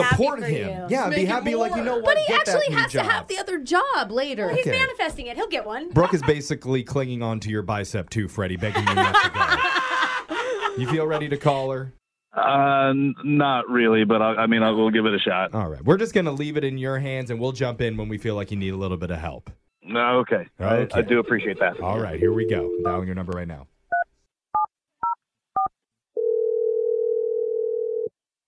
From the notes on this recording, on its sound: We’ll try to help with a brand new Awkward Tuesday Phone Call!